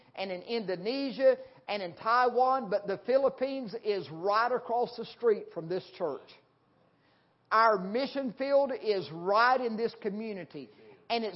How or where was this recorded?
large echoing room